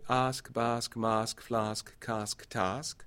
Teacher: So they have final plosives, but final plosives after a preceding unvoiced fricative.